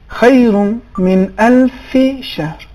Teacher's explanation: اس میں الف اور شہر میں ادغام نہیں ہوگا، ہلکا سا ادغام کا شائبہ تھا، آواز ادغام جیسی تھی.